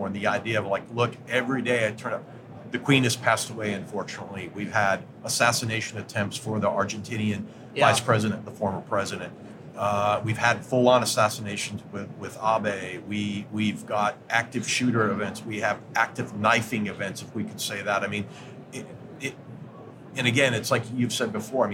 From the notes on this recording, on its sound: LIVE from GSX 2022. Straight from the floor of GSX 2022. Booth 3355 as the three-day event kicks off.